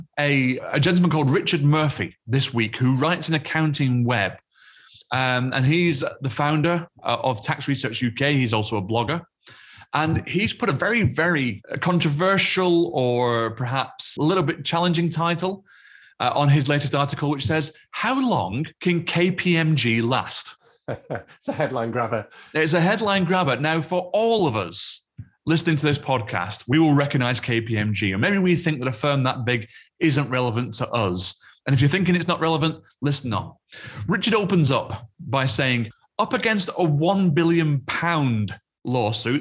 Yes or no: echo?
no